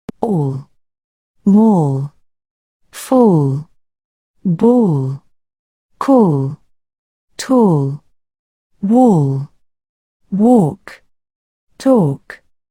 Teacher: Es una A seguida por la letra L. También el inglés británico lo va a pronunciar como una O y el inglés americano como una A.